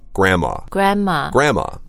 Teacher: we really don't pronounce the N-D